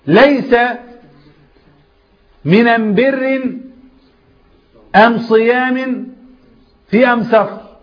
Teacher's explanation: ينطق اللام بتاعت الميم، ليس من البر، فكان لغة من لغات العرب، لهجة من لهجات العرب، ينطقون اللام ميم